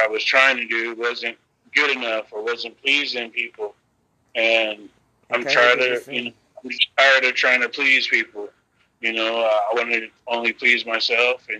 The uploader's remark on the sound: a phone chat